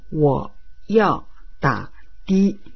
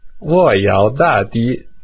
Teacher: wo é terceiro tom, yao é quarto tom, da, novamente terceiro tom, e di, primeiro tom · Shown in: first take